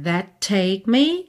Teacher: você junta num T só, né? That take me, and erase me, and I'm painted black.